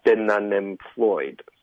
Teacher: Been 跟 unemployed 会连读 been unemployed 这里就容易舌头打结，我们有两个 N 开头的音节 OK been unemployed 这段大家注意，不要舌头打结，不要发成三个 N 开头的音节，就只有两个